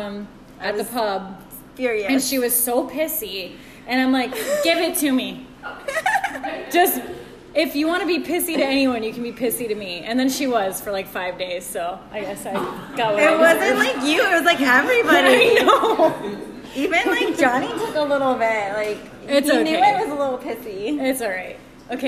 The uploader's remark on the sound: A live recording from our Lunch Party! Our guests wrote us anonymous questions that we answered on the spot.